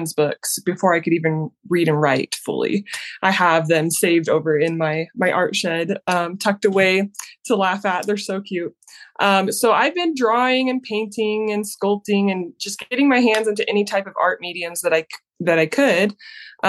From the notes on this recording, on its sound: on Zoom today for an interview.